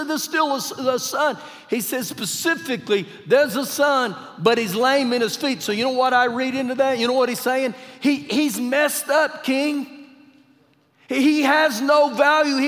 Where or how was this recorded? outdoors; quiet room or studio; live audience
live audience